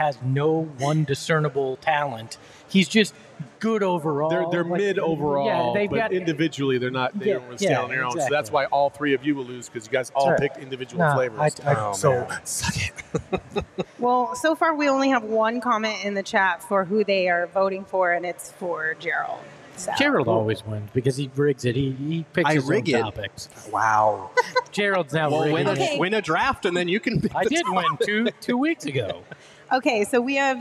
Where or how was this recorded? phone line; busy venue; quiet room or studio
busy venue